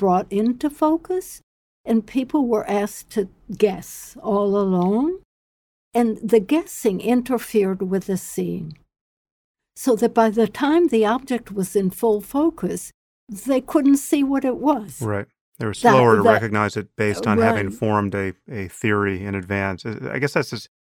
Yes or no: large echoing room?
no